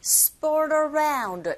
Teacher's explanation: sport하고 around가 붙어서 sport around 이렇게 들리게 되죠. 이때 RT 자체가 모음과 모음 사이에 껴있는 상태 역시 flap 현상에 의해서 RT 소리가 R처럼 들리게 되는 겁니다.